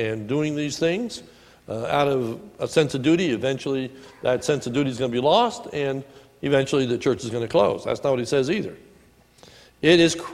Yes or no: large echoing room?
yes